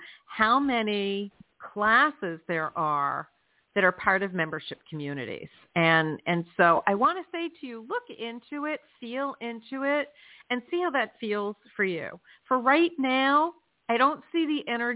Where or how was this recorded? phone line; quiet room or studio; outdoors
phone line